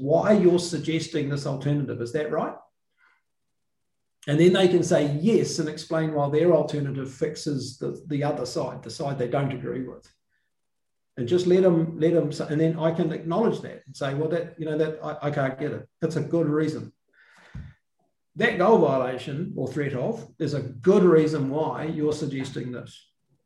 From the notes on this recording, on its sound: The episode was a live webinar with a select group of listeners, so includes the question and answer section of the webinar.